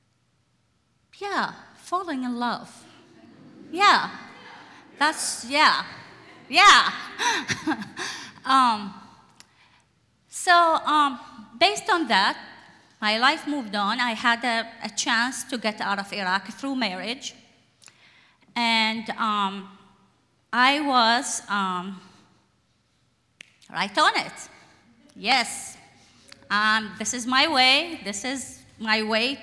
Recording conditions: live audience